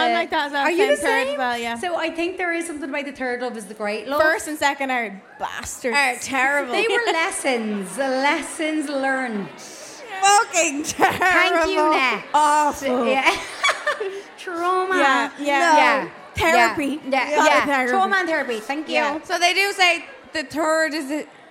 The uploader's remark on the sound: Hold My Drink LIVE at Vicar Street: 4th April 2023